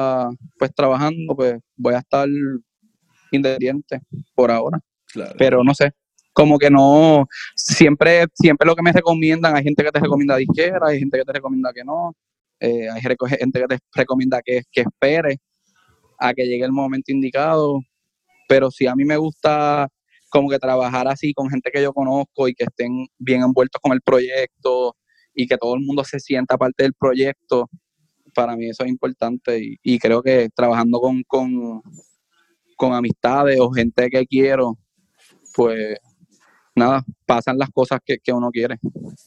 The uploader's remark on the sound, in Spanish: hablamos vía Zoom